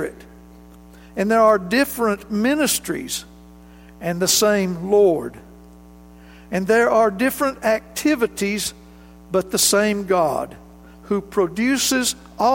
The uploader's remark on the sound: This recording of highlights from the January 20, 2019 worship service